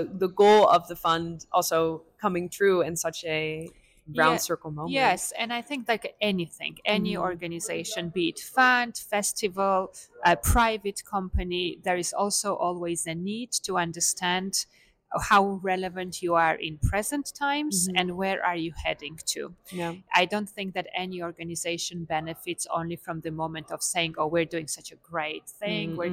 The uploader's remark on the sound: This series was recorded on site. International Film Festival Rotterdam.